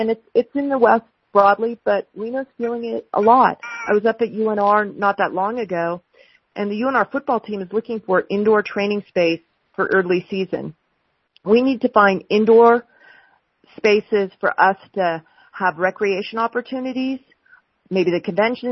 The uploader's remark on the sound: LIVE: Reno Telephone Townhall. A telephone townhall with nearly 3,000 attendees calling in to have their questions answered and their concerns heard.